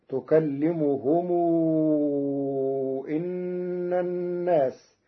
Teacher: قرأ ورش كلمة أن بكسر الهمزة